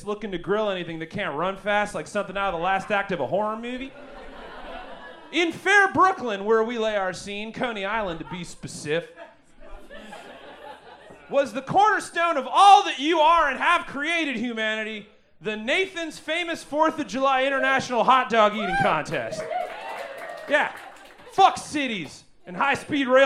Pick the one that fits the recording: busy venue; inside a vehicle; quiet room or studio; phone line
busy venue